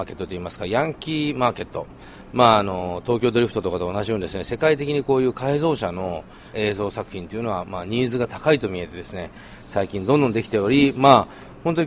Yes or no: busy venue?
yes